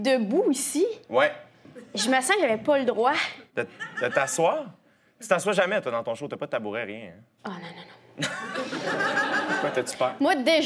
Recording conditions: live audience